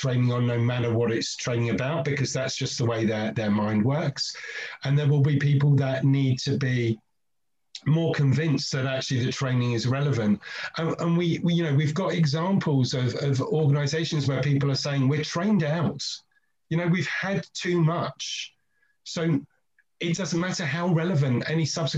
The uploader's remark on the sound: 2021 Series Webinar 4